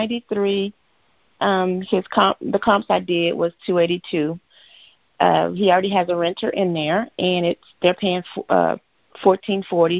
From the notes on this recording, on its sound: Gold Club Q&A Call.